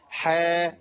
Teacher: بص يا اخي، حاميم الحروف المقطعه، حا بتمد بمقدار حركتين بس